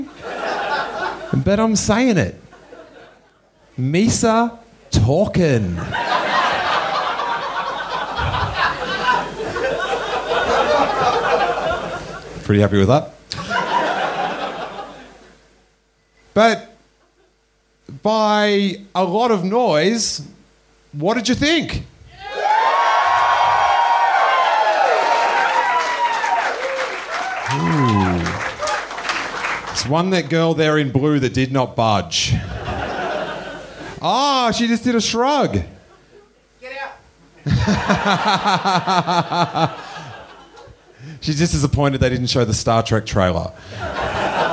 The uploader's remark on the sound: Live from Australia. Do a live podcast at Seamus O'Tooles Irish Pub in front of 250 people in Melbourne Australia!